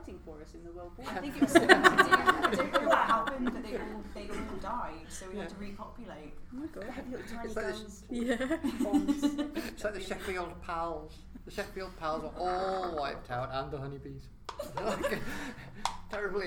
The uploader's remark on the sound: Live at Edge Lit 2018